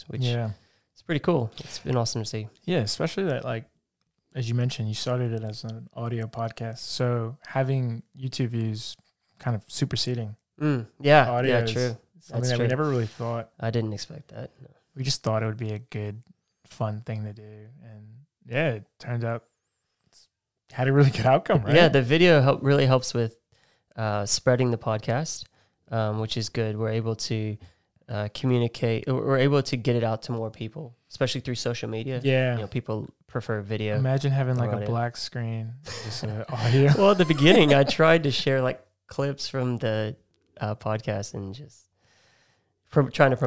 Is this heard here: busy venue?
no